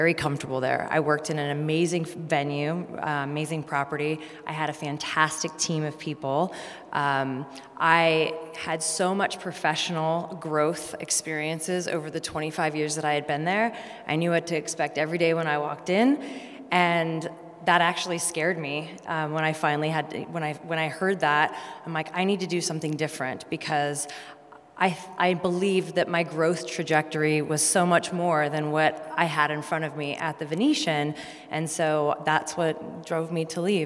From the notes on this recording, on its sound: Tune into a special live audience recording at "She Means Business" during IMEX America in Las Vegas.